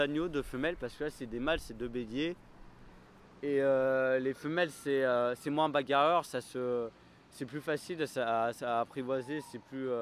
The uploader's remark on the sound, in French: durant l'été 2018 à la ferme urbaine de Malakoff